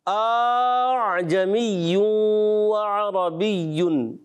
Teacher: تحقیق سے پڑھ دیا، اعجمیوں عربیون، یہ بھی غلط ہو گیا، اچھا دوسرے حمزہ کو الف سے ہی بدل دیا آپ نے